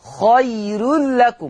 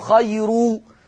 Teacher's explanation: واي ياء يا جماعة يرسم عليها رأس الحاء الصغيرة فهي ياء لينة، عشان كده بنقول ان حكم الراء الترقيق. يعني هنقول خير لكم، مش حفص بقى يفخم خيرو · Shown in: first take